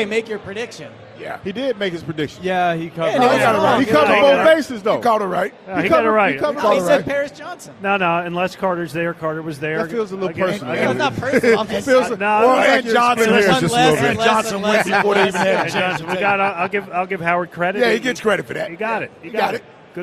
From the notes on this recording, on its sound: Live from Lincoln Financial Field, the WIP Draft Party.